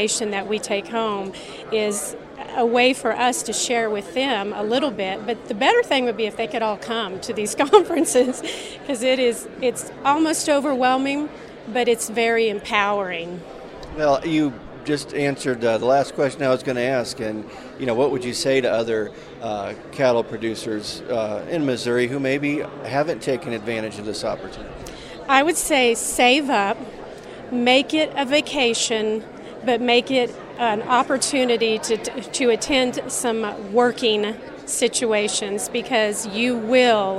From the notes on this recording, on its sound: This week's Checkoff Chat comes to you from the recent Cattle Industry Summer Conference in Denver